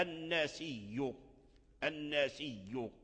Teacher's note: فورش أبدل الهمزة التي هي لام الكلمة أبدلها ياء، وقبلها ياء المدية، فأدغم الياء في الياء فأصبحت ياء واحدة مشددة